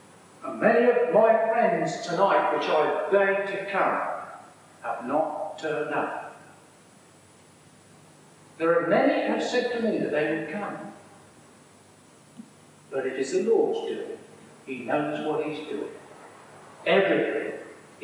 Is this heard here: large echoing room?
yes